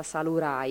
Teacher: in cagliaritano diventa salurai perché la D si trasforma sempre in R. Un cambio fonetico, non da sordo, sonoro, ma No, completamente diverso.